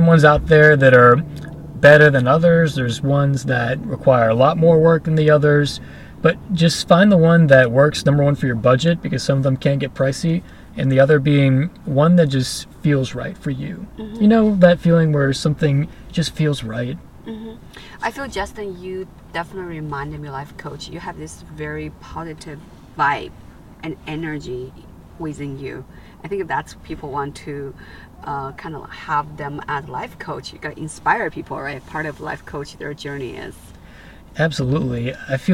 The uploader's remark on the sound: In The Car